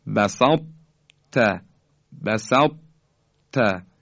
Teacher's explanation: ادغام ناقصیه که اثر حرف تای دسته دار که مدغم هست باقی مونده